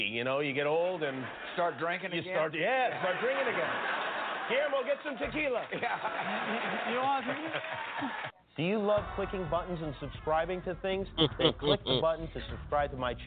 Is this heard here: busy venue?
yes